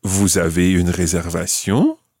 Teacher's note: Raising your voice at the end, just using the statement form